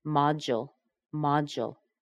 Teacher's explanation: It's very common to make that second syllable into a weak syllable.